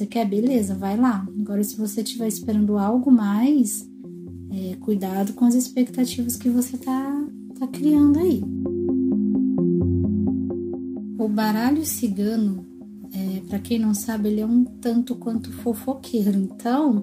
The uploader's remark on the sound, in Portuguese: O maior desafio de editar esse programa, é o fato dele ser gravado com o celular em um ambiente não muito apropriado.